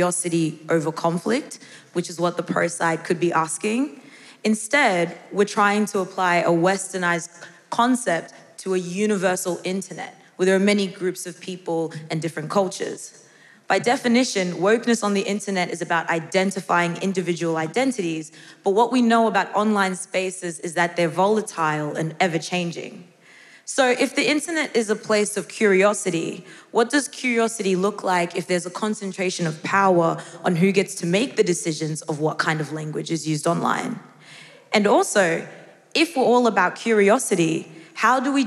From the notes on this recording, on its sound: A special episode from The Parley Debate Event in 2023. Live episode of The Parley Debate Event, recorded in March 2023 - with an ensemble of debaters including academics, artists, comedians, and everyday people.